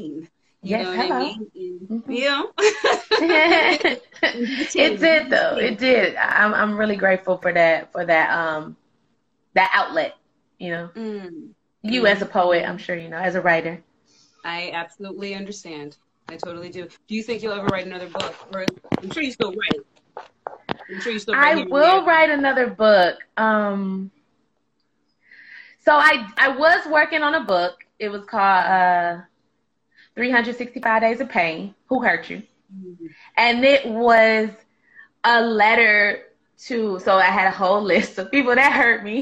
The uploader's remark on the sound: a special Instagram Live #WFH edition